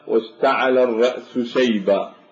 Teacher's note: فيكون الوضوح في حرف الشين والسين تكاد أن لا تظهر · يتم الإدغام هنا بانتقال مخرج السين إلى وسط الحنك، وبهذا تشبه الشين همسا ورخاوة فتكون نقرأ هكذا واشتعل الرأس · Term: إدغام السين بالشين